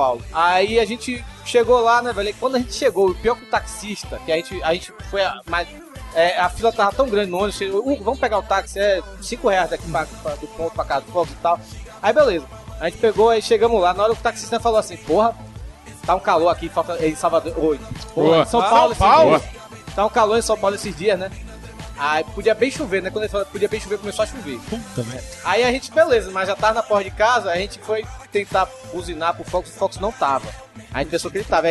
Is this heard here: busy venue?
yes